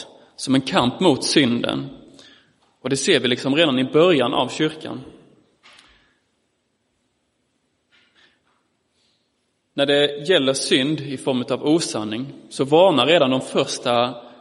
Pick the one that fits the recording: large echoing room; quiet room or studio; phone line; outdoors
large echoing room